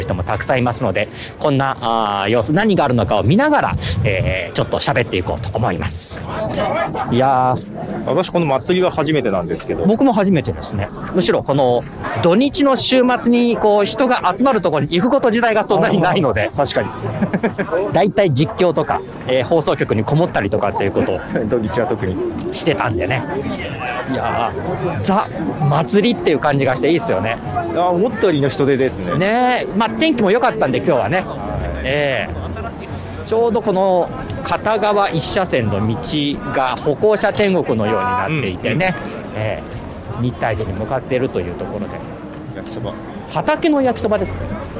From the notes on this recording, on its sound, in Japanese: 初めての対面収録です。覚王山の日泰寺参道で行われる「覚王山春祭2023」を歩きながら収録しています。